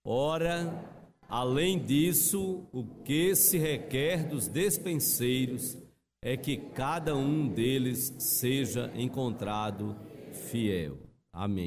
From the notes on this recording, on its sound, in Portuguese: Culto presencial e transmitido ao vivo no domingo (07/11/2021) à noite (18h), com público limitado a 80% conforme novo decreto do governo do estado de PE devido à Pandemia da COVID-19.